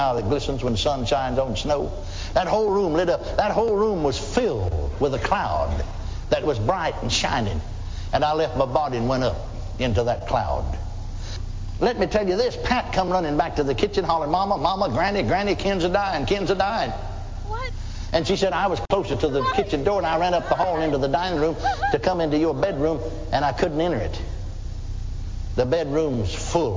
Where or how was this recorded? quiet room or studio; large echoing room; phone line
large echoing room